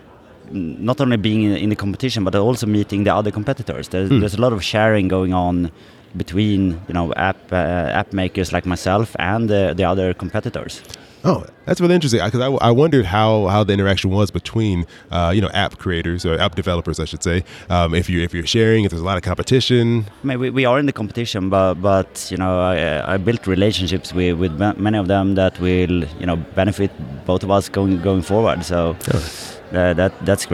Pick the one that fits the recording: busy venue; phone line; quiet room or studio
busy venue